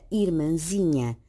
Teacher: Nos casos em que assinala nasalidade de vogais ou de ditongos que não surgem em final de palavra, o til não corresponde a uma marcação gráfica da sílaba tónica, como se observa também na palavra irmãzinha, na qual a sílaba tónica é zi e não mã